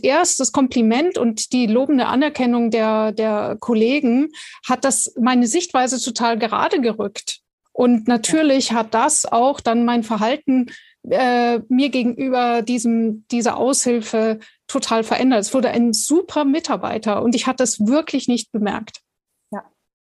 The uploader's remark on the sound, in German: Podcast zum interaktiven Live-Webinar